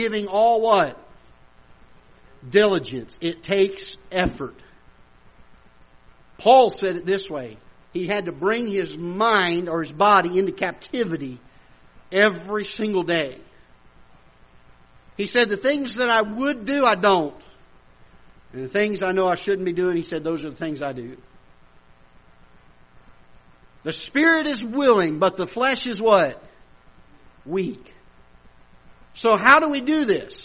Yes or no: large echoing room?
yes